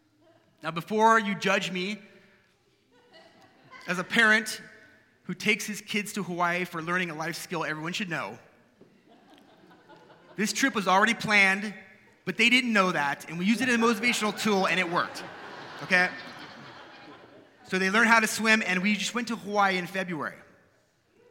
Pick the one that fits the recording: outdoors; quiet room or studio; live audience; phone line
live audience